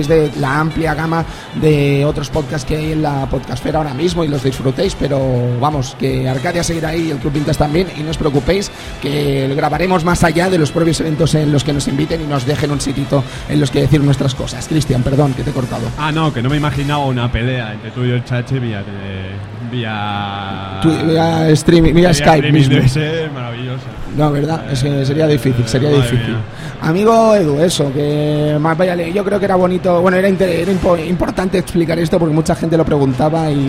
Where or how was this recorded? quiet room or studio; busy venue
busy venue